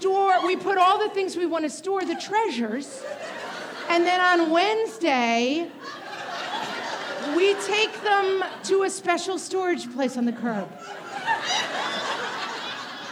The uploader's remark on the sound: This week’s *bonus* episode is a recording of our first live show! More than four hundred of you showed up at the Chappaqua Performing Arts Center for “What Fresh Hell LIVE!”. A few brave husbands were also in attendance.